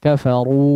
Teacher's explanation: Sebagian ketika mengucapkan huruf mad. Mad itu dikeluarkan dari al-jawf. Al-jawf. Yaitu rongga tenggorokan dan mulut, sehingga harusnya tidak melibatkan khayshum.